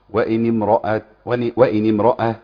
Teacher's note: فهذه الكلمة إذا بدأ بها بدأ بها مكسورة، لكن يلاحظ القارئ أنه حين يصل هذه الكلمة بما قبلها فإن همزة الوصل تسقط